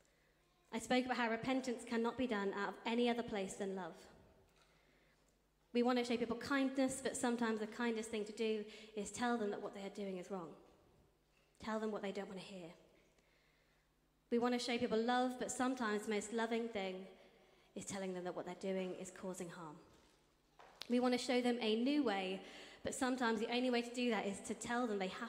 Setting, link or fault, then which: setting, large echoing room